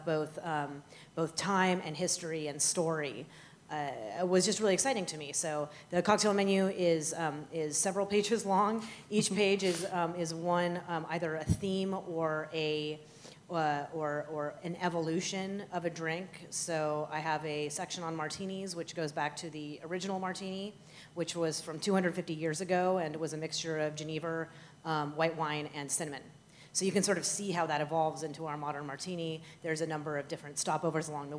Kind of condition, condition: setting, busy venue